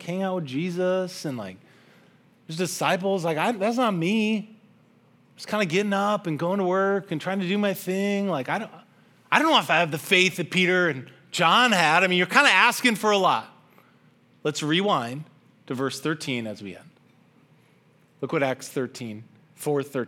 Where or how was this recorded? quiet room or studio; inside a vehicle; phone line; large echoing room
large echoing room